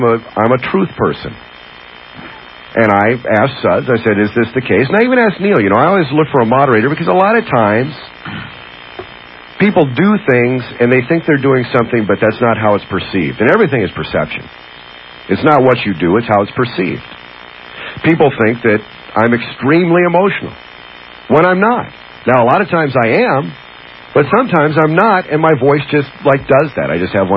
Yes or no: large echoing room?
no